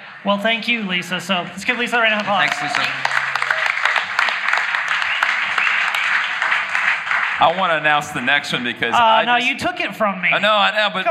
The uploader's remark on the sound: LIVE EVENT. This week’s episode was recorded live at the Election Night event we held last week.